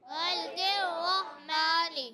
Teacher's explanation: را مشدد اس لیے را کو تھوڑا رک کر بھی پڑھیں گے